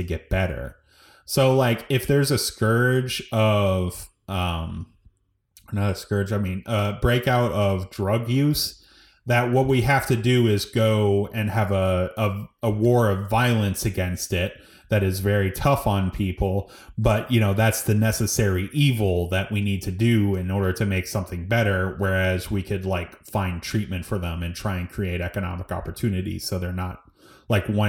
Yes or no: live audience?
no